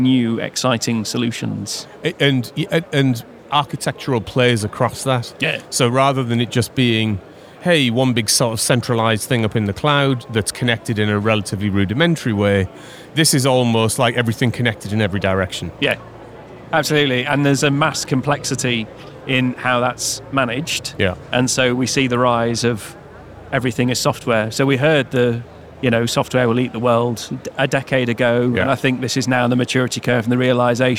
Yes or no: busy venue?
yes